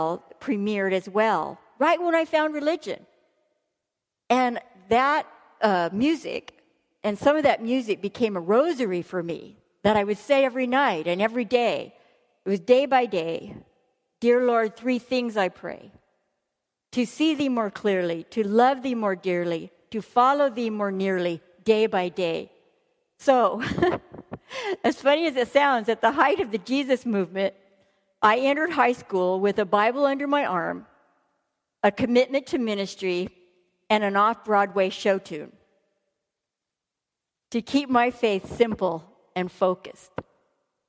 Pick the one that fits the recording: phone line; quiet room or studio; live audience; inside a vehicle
live audience